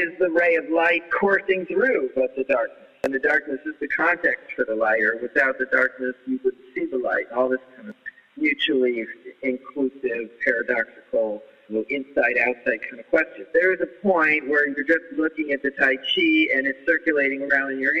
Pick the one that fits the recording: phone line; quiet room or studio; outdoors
phone line